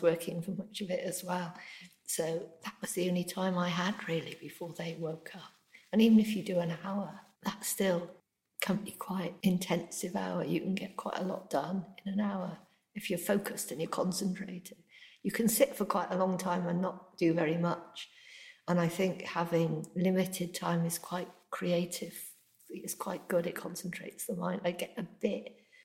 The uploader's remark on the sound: This episode was recorded upstairs at her local book shop The Bound which was quite an echoing room.